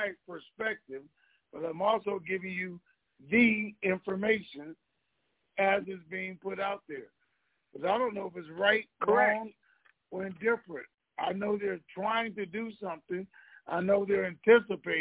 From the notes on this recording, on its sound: Conference Call